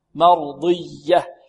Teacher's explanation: فهنا تنوين وبعده ميم إدغام بغنة، راضية مرضية مرضية، الميم مرقة والراء مفخمة والضاد كذلك مفخمة في أقل مراتب الاستعلاء، ولا بد من الحافظة على إطباق الضاد، مرضية. والياء هنا مشددة فيها نبر